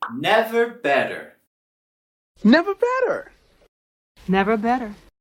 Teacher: Aquí vamos a subir las primeras sílabas en never y better. Y en la palabra better tenemos también el sonido flap T con la B-E-T-T.